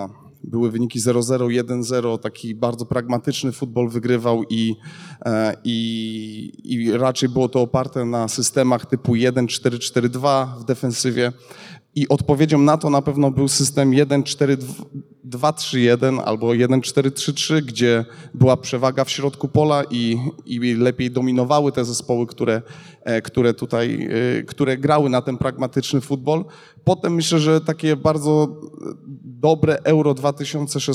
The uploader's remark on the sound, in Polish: podczas trenerskiego meet upu we Wrocławiu